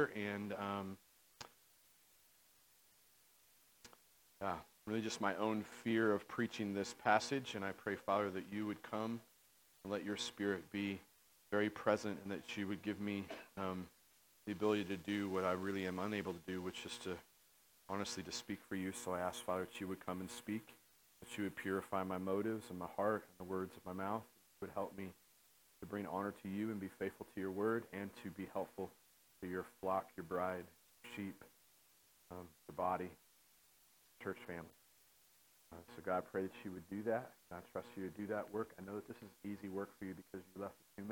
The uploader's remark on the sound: At The Well, an Acts 29 and Converge Heartland Church in Hastings, NE. There is audio issues in this sermon.